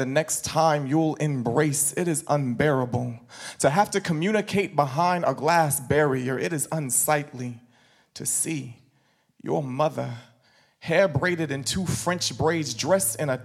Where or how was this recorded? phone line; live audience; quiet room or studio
live audience